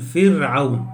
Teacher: راء ساكنة وما قبلها مكسور تقول فرعون مرقق